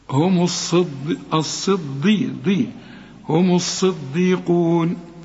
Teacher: طبعا لاحظ ان الدال مرققة